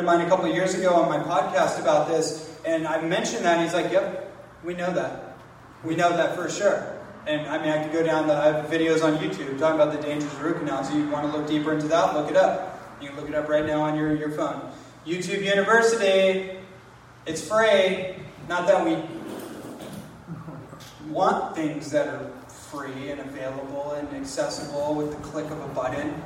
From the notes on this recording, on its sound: Live presentation on the island of Kauai.